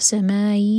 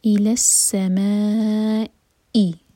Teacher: مد متصل ہے چار حرکہ لمبا اس کے بعد جو حمزہ ہے کٹ آف ساؤنڈ کے ساتھ · Shown in: second take